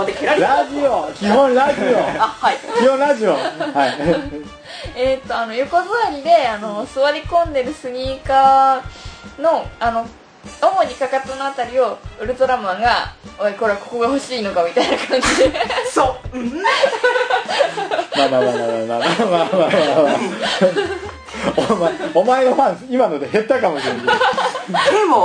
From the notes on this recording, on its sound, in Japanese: ムービーカメラ収録してますのでノイズが入ってます